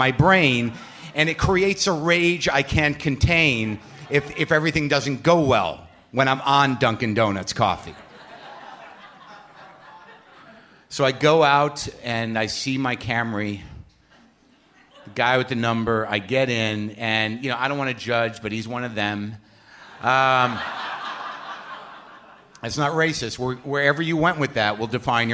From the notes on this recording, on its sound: Taped at The Bell House in Brooklyn, NY.